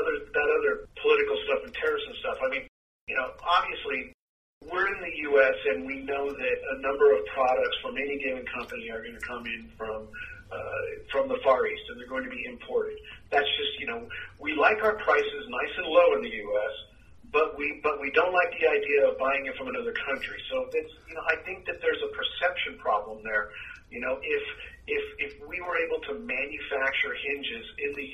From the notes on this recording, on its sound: Phone Interview.